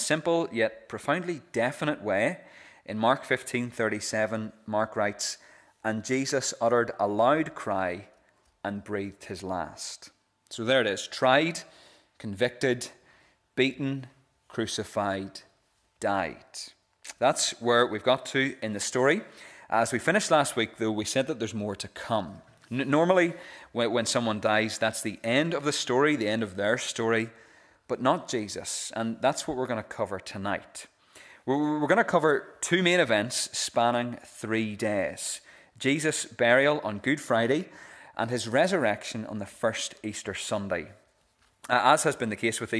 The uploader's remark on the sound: This is the recording of the Bible reading and sermon from our evening service.